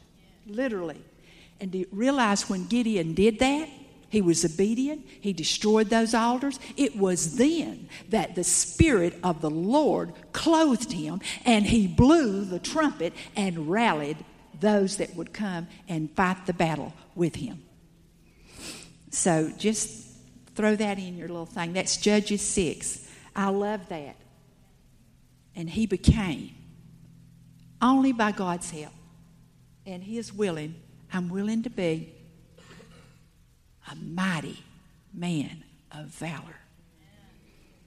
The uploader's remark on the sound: Salt Conference Session 2. After a break everyone reconvened to hear the word again.